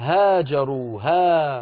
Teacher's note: هاجروا ها وليس ها، ما فيها تقليل هذه